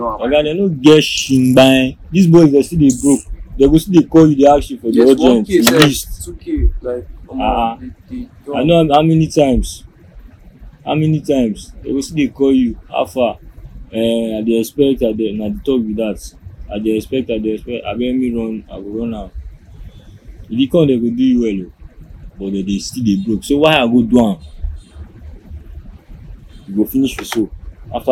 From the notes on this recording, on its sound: This conversation I was lucky to have captured this with my phone recorder. A couple parts were clipped off. This is a recording of a conversation between three friends and an acquaintance. Most likely not the best audio quality. It can be as raw as it gets.